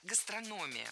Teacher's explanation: Ударение в этом слове падает на третий слог.